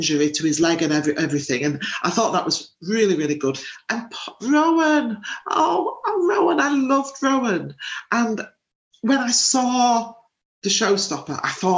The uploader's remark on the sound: as we recorded this podcast remotely via Zoom.